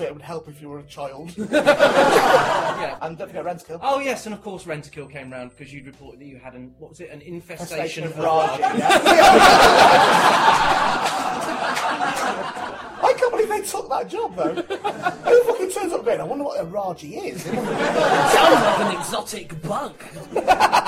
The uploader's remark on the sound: Live Episode 5.